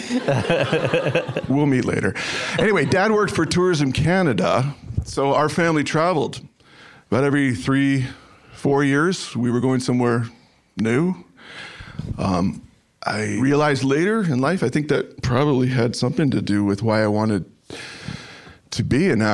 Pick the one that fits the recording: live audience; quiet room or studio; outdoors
live audience